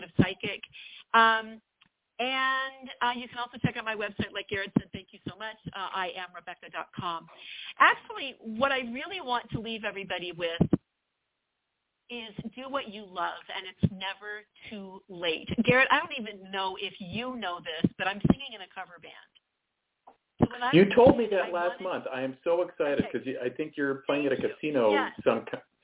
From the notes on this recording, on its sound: WE ARE TAKING YOUR CALLS LIVE In the 2nd half of the show!